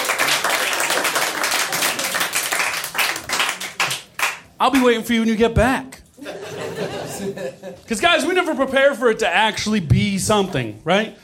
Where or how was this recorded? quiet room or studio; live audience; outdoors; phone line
live audience